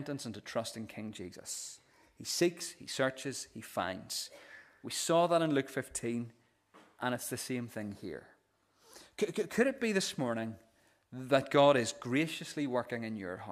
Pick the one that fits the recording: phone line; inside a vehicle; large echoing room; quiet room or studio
large echoing room